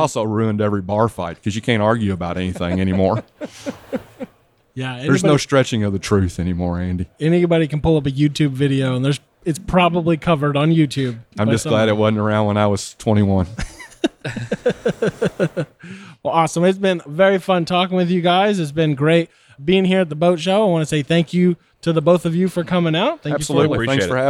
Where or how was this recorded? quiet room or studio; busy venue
busy venue